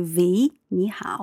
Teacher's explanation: the W sound becomes more like a V sound · Term: accent of Northern Chinese